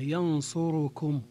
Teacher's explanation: ينصر جاءت معها كم أو لم تأتي معها، تبقى ضمة الراء تامة، ينصركم. نعم، والأولى إتمام ضمة الراء، ينصركم، بيان هذه الضمة.